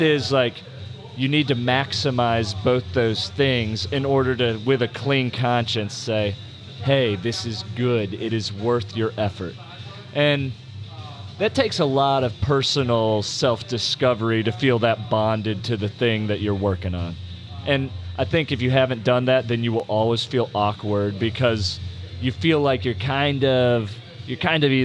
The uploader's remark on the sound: Live From Row24 At CrossFit Sua Sponte.